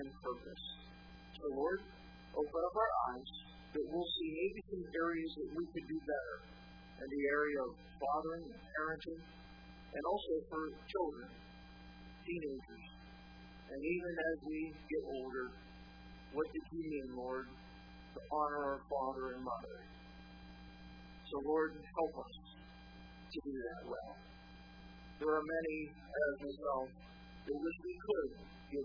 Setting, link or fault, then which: setting, large echoing room